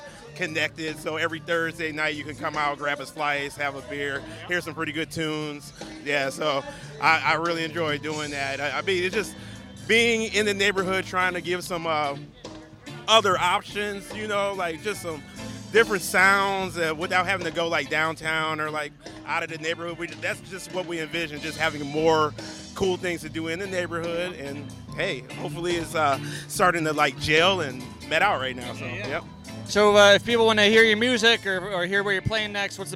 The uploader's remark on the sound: We are sharing some micro interviews from the West Seattle Beer and Music Festival. West Seattle Beer & Music Festival - LIVE. We are sharing some micro interviews from the West Seattle Beer and Music Festival. The West Seattle Beer and Music Festival is a unique event at the Alki Masonic Center featuring 20 brewers.